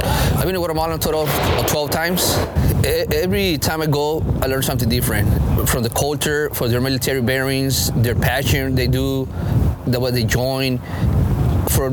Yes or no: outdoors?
yes